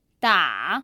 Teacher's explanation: The first character 打 is the third tone.